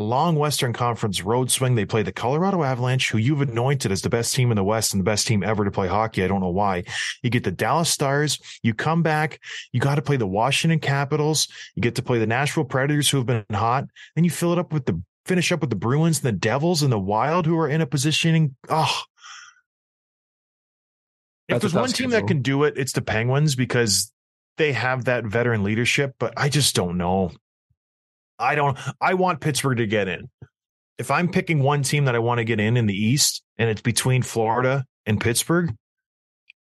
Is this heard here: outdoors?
no